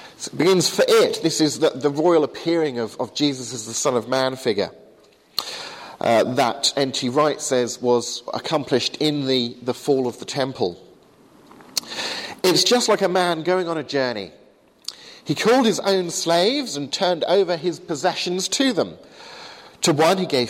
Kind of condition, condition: setting, large echoing room